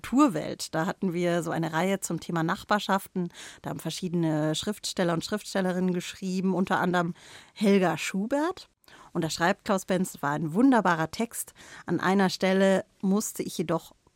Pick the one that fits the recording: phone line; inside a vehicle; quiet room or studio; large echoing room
quiet room or studio